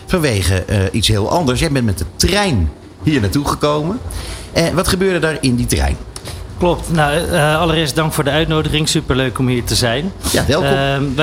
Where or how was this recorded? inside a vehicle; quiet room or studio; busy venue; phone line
busy venue